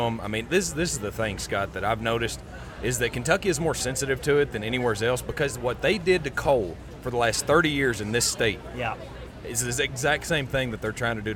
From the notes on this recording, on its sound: The Flyover Country crew headed down to the Fancy Farm picnic this weekend to bring you a LIVE reaction podcast following the speeches.